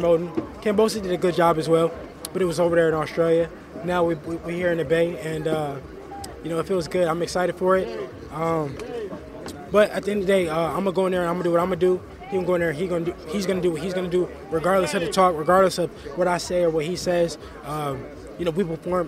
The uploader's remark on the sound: at the press conference in San Francisco